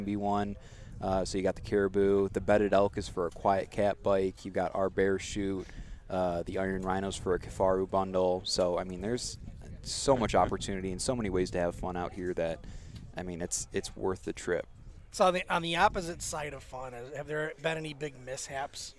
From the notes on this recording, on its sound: LIVE SPECIAL EDITION from the Total Archery Challenge in Boyne mountain Michigan. LIVE SPECIAL EDITION from the Total Archery Challenge in Boyne mountain Michigan.